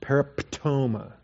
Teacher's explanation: try to keep any vowels from creeping in between your pt in petoma